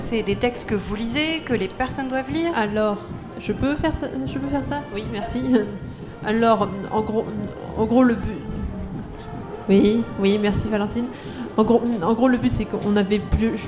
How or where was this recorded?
busy venue